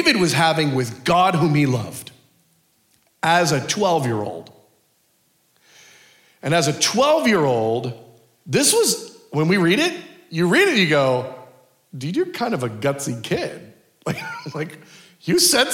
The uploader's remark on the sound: Culture of Prayer Conference Session 3